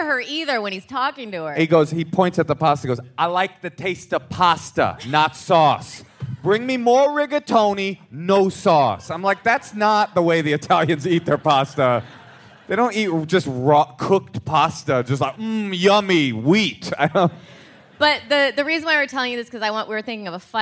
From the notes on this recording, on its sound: Live from SF Sketchfest. Live from the Marines’ Memorial Theatre as part of SF Sketchfest!